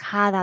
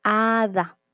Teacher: hada tiene una H al principio, pero no se pronuncia la H · Shown in: second take